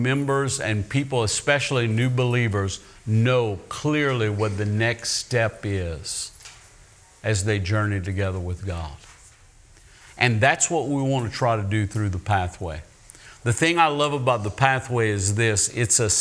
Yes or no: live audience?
yes